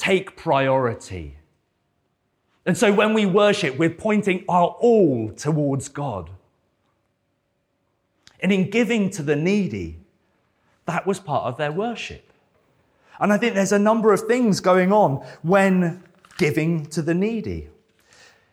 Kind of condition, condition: setting, large echoing room